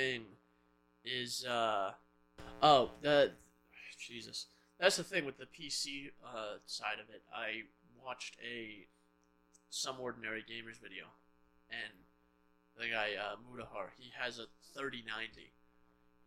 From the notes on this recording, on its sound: As you will hear the audio begins to sound messed up towards the end of this episode